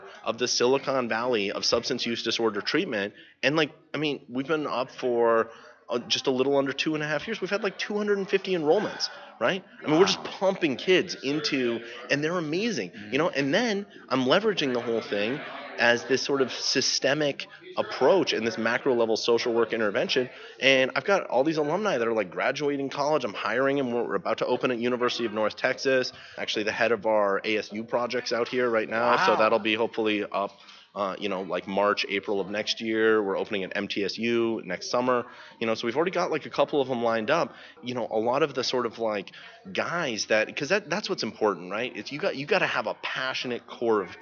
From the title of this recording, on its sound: At The 3rd Annual North Texas Recovery Conference 2015